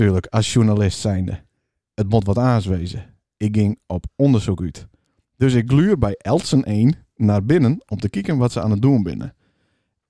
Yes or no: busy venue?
no